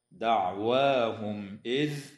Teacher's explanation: إظهار شفوي للميم الساكنة عند الهمزة